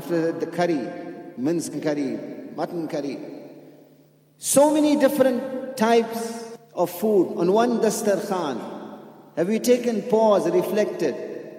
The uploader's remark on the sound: at the Houghton Masjid (West Street)